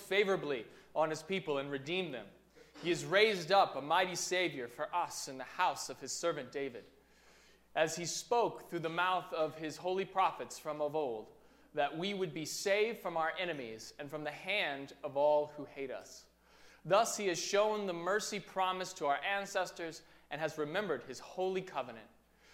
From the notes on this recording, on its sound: during the 9:00 AM service on Sunday December 9, 2018, at First Presbyterian Church of Arlington Heights, Illinois.